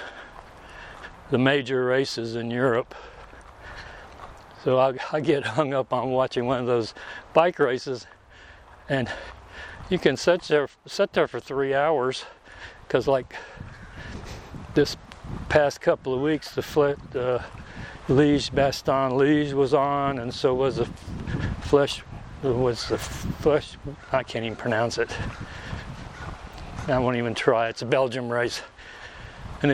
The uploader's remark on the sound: Today I am walking at Mountain Park Park and doing my usual rambling on.